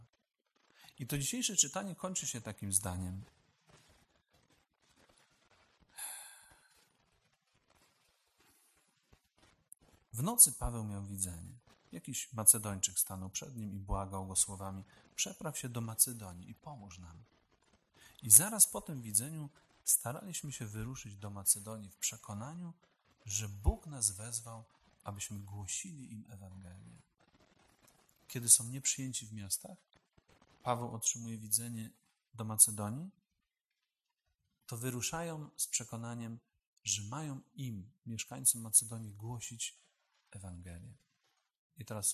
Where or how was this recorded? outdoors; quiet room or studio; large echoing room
large echoing room